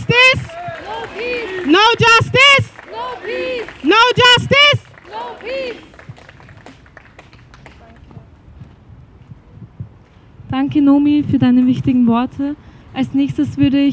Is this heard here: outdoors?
yes